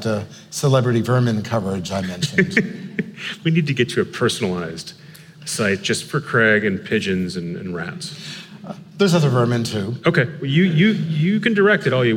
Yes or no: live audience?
yes